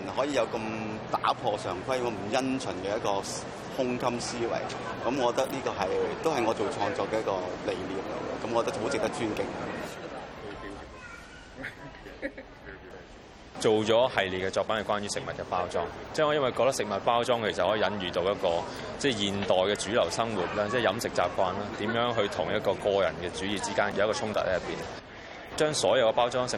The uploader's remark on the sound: We’re out on location at the Hong Kong Convention and Exhibition Centre, and dedicating the whole show to the first Art Basel Hong Kong.